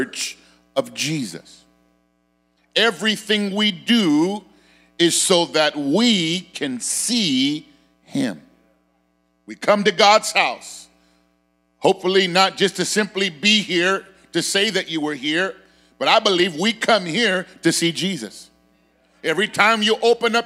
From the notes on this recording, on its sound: Sermon Preached on 1/8/23 at Phoenix First Apostolic Church